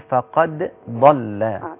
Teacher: عند حفص عنده الإظهار في الدال مع الضاد